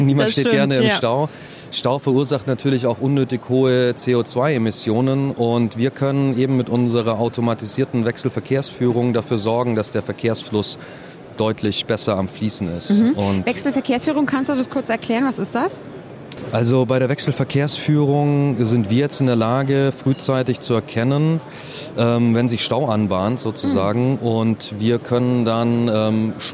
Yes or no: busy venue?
yes